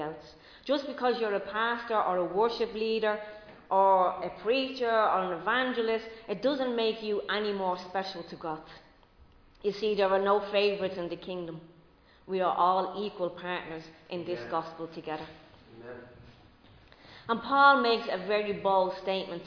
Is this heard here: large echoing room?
yes